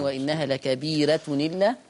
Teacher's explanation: رققنا الراء وعملنا حكم النقل لورش